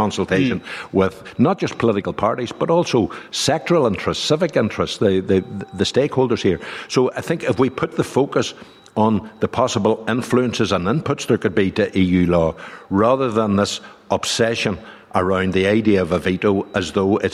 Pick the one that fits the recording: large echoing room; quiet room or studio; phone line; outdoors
large echoing room